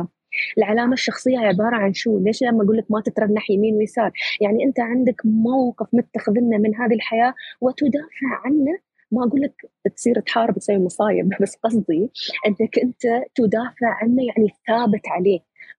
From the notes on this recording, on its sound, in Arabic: تسجيل لمساحة ابن رشد الأسبوعية على منصة تويتر.